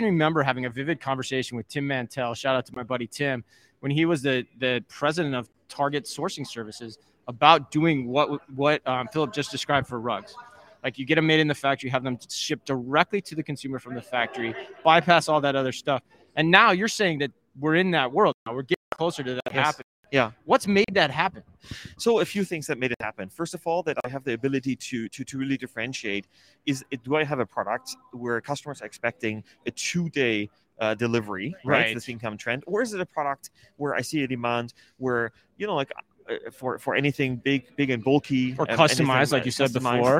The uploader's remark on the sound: Live from the Manifest Conference in Las Vegas.